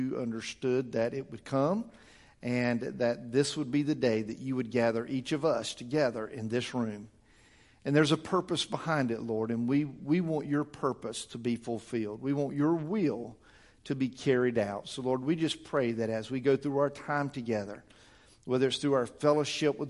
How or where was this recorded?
large echoing room